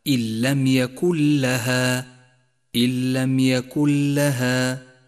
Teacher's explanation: أن تدغم النون الساكنة بحرف اللام وأن يسقط لفظها بشكل كامل، ثم نشدد الحرف الذي بعدها وهو حرف اللام ولكن من دون غنة · Term: الإدغام بلا غنة